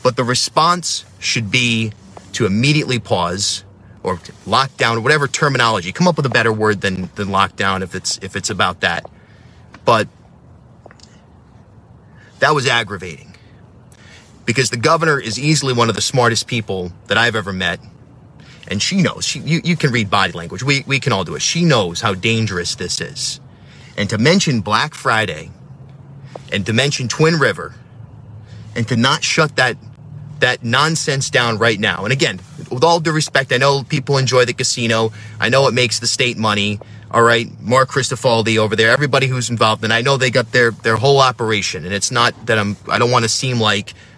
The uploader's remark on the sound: video that I made from my van